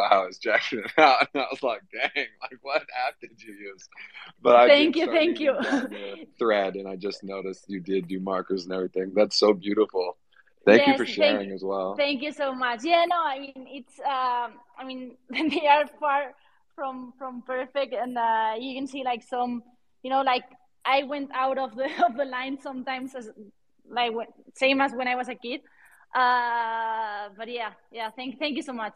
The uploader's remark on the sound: This episode of the podcast was recorded live on Friday, December 30th, 2022 via a Twitter Space.